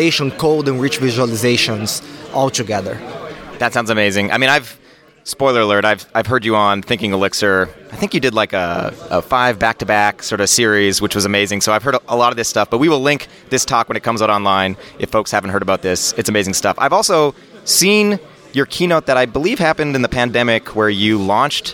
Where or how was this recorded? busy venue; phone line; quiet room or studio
busy venue